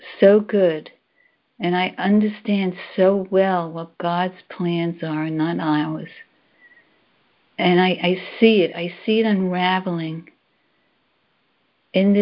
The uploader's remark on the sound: Conference Call